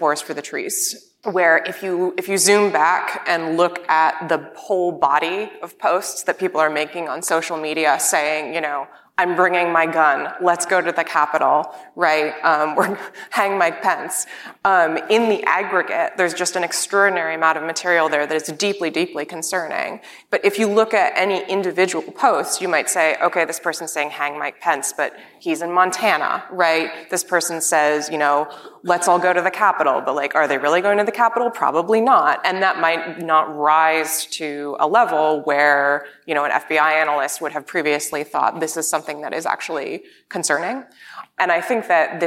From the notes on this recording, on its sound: In front of a live audience at the Knight Foundation's INFORMED conference in Miami, Florida.